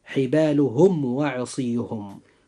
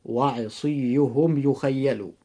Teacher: يجب إظهار الميم الساكن إظهارا شفويا، ويكون الإظهار هنا إظهارا قويا بخلاف باقي حروف الهجاء، فننطق هاتين الكلمتين هكذا: حبالهم وعصيهم. وأيضا